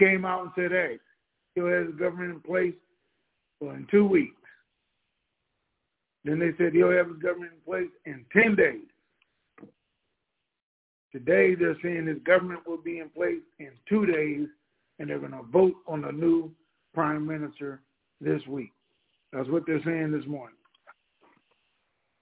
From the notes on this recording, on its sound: TNTSuperfantastic Conference Call